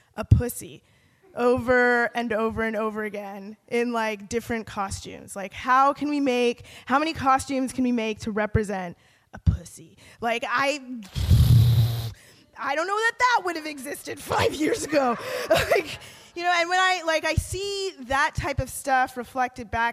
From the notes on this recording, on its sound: live show, hosted by the YWCA in Hamilton